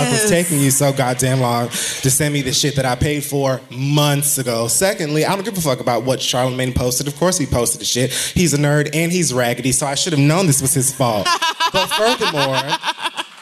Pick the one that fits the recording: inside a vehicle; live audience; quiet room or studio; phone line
live audience